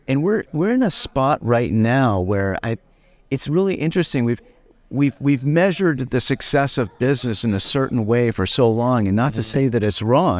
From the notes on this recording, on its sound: The Boston #isolvedRoadShow. At the Courtyard by Marriot. Sat down for this episode of the podcast -- recorded "in concert, so to speak," from the Road Show floor.